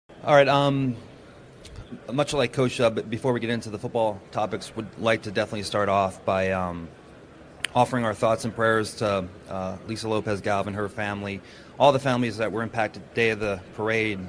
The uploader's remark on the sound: live from the NFL Combine